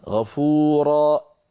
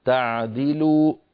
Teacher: ختم صوت حروف المد بهمزة عند الوقف